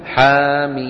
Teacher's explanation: ورد في القرآن الكريم خمسة أحرف من الحروف المذكورة على لغة القصر فقط، وهي حا يا طا ها را، يمد كل منها بمقدار حركتين مدا طبيعيا